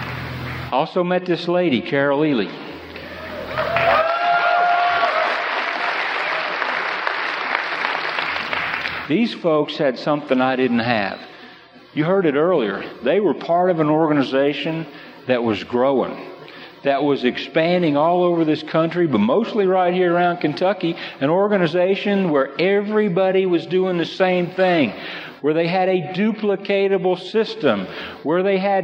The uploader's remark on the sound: This session was originally recorded at a national convention